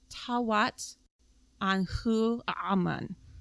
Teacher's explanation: There's a Hamza there. There's a glottal stop after the T.